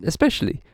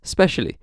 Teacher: A similar phenomenon happens in especially, pronounced specially. The first syllable is weak and is deleted. · Shown in: second take · Term: weak syllable elision